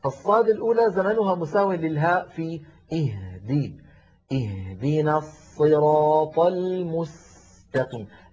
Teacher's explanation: هذه الصاد مشددة فهي تتألف من صادين، الصاد الأولى ساكنة